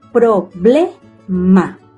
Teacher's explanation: Se carga la voz en la sílaba ble.